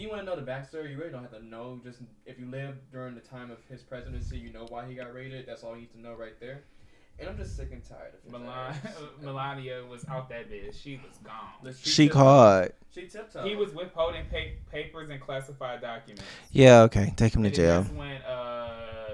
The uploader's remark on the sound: DISCLAIMER WE HAD STUDIO ISSUES. When you come to the fallout there is always technical difficulties.